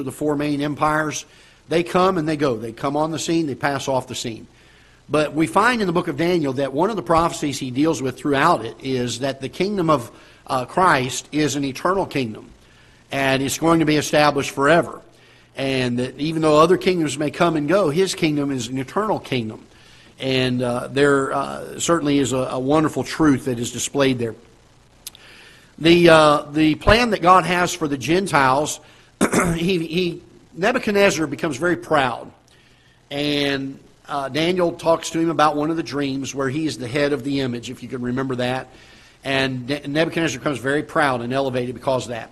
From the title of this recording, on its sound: Ketha Heights Baptist Church ~ Live Broadcast